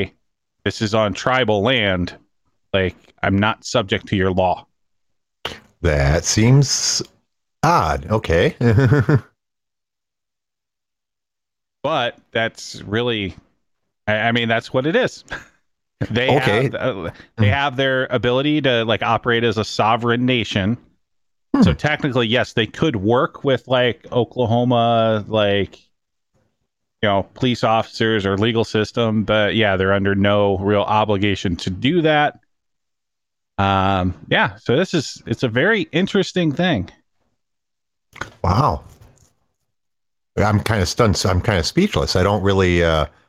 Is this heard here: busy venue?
no